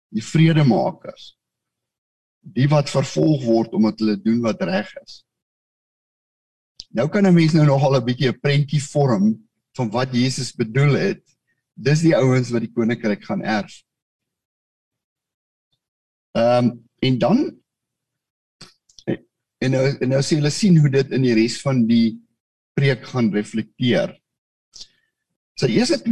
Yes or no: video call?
yes